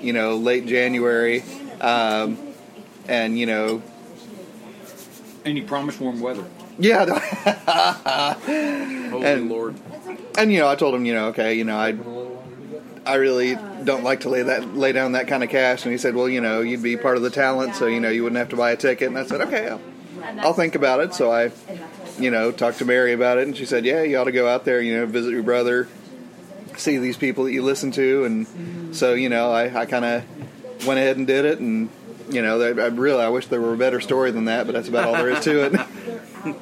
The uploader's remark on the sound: from the Catalina Coffee Shop